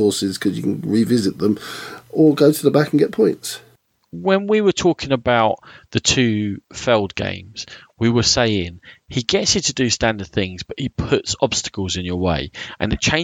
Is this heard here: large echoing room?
no